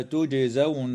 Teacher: الجيم في كلمة تجزون حكمها القلقلة في الحالين